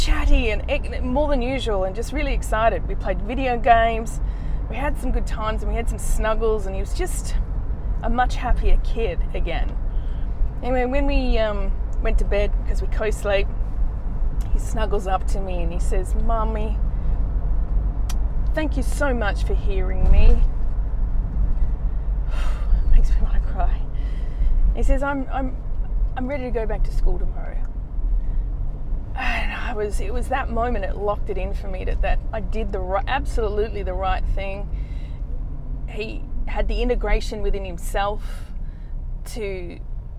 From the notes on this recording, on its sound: Today's episode was recorded while driving in my car again.